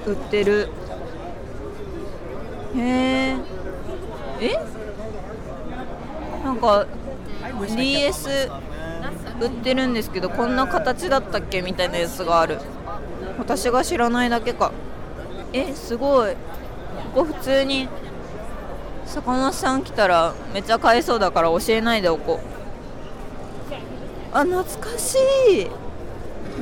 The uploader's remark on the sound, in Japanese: 引き続き、ロサンゼルス現地12/1～12/3に開催された L.A.Comic Con の現場からお届け。